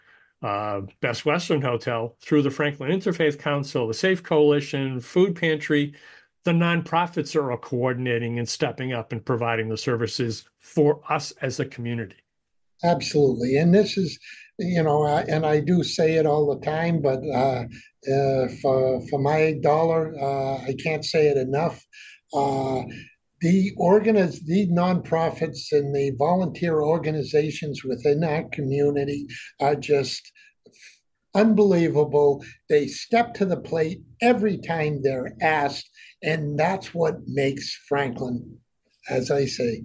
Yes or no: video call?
yes